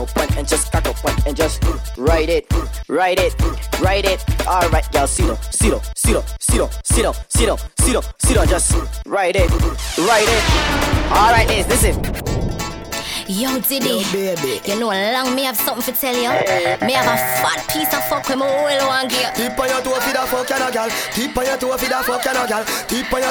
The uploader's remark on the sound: Live mix from Erb and Culture Saturdays